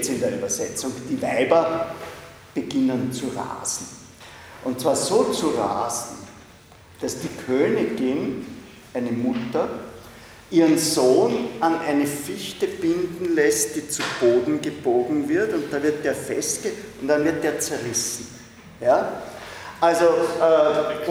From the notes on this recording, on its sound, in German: Diese Vorlesung wurde von Studierenden aufgenommen